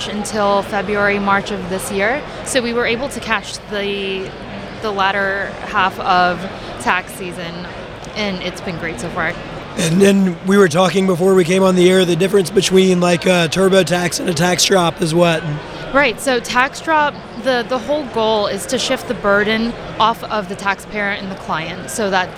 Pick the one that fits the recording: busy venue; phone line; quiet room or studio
busy venue